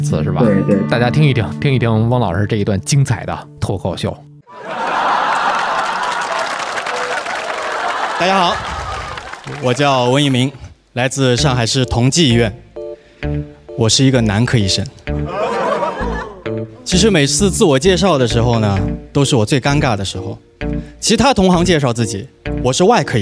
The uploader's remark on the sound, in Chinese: 同步录制了视频版本。脱口秀现场（清晰完整版）。